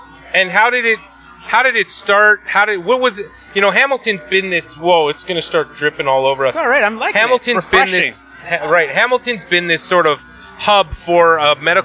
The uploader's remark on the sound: LIVE at Canna Crawl. We had the pleasure of podcasting live from Canna Crawl hosted by High Society Supper Club. We chatted with local business owners and various people in the industry.